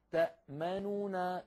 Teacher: ثلاثة أحرف كلها فيها غنة من الأنف وهي متحركة. لو كان فيها ساكن يعني كان السكون يلطف الأمر، فهذا الثقل بسبب توالي ثلاثة أحرف مغنونة متحركة جعل العرب يميلون إلى التسكين للتخفيف أو تغيير الحرف الأوسط من حيث الحركة للتخفيف من هذا الثقل.